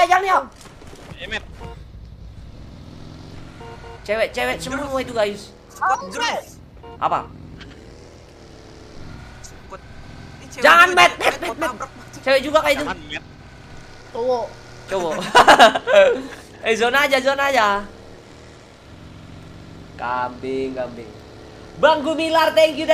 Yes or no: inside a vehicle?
yes